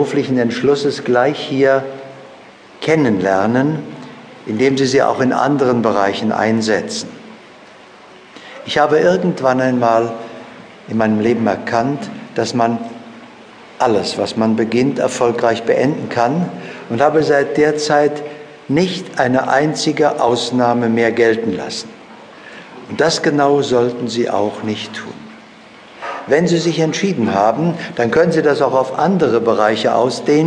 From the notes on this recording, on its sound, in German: Seminar-Live-Hörbuch